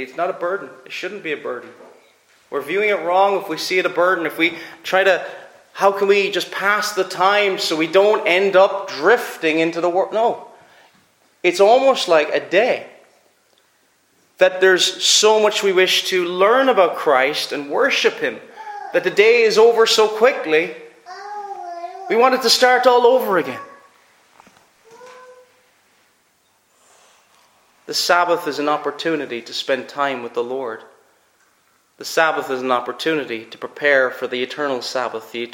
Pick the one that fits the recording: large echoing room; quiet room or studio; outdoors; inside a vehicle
large echoing room